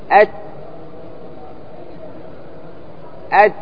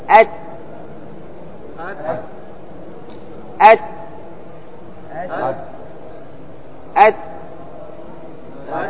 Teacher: لم يجري الصوت مع التاء · Term: الشدة